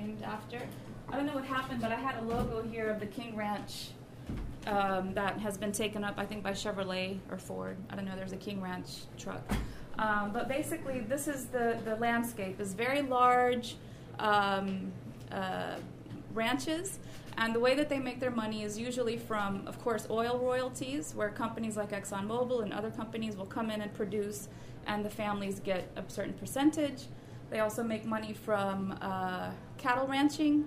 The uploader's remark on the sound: Recording of the May 4, 2016 launch of the fifth issue of The Funambulist Magazine 5 (May-June 2016) dedicated to Design & Racism.